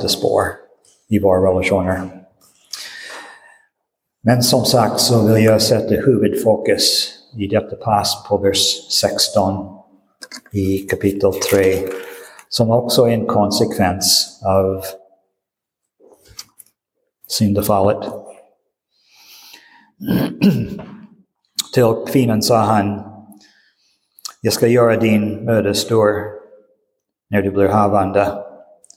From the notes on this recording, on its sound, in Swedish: Inspelad i Roseniuskyrkan den 19 februari 2023.